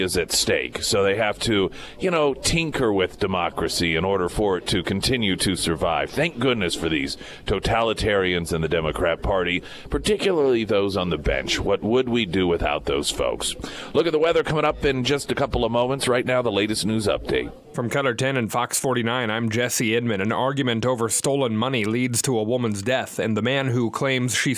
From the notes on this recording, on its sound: live at Scramblers Diner for the Friday Road Show.